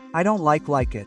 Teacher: The T is barely pronounced. And said altogether, it would be iron like it, like a hoop with an N.